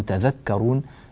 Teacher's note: أما نحن في رواية حفص فنقرأ تذكرون بتخفيف الذال، وأصل هذه الكلمة كما قلت لكم تتذكرون.